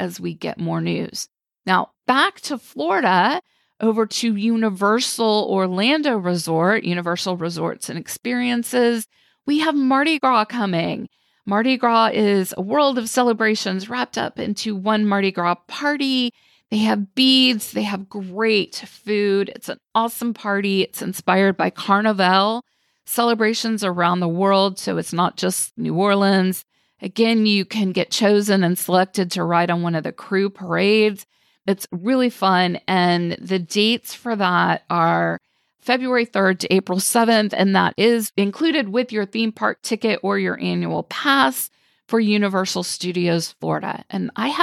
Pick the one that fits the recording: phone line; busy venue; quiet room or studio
quiet room or studio